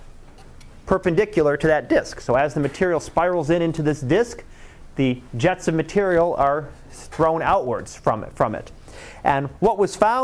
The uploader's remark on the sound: Live Class Lecture.